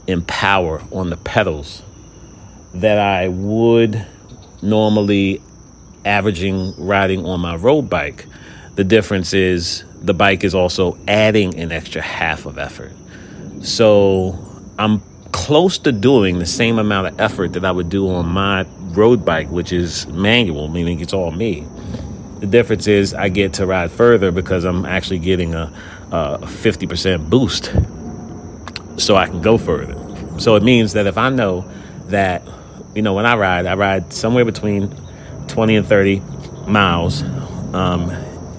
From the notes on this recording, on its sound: Experimenting with some recordings outside in the fresh air.